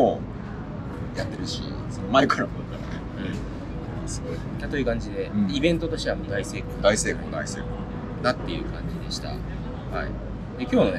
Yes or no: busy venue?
yes